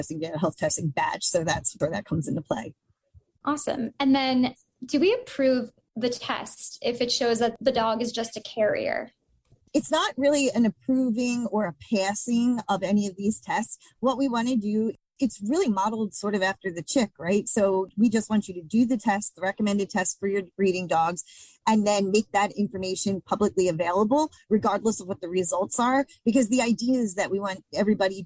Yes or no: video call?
yes